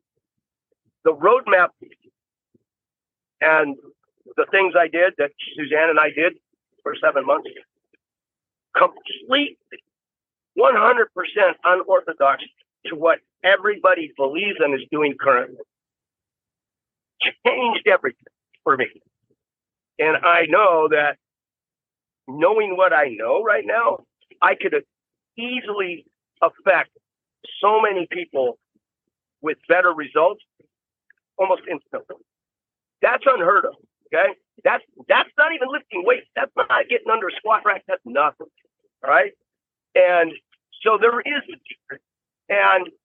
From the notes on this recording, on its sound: while he was driving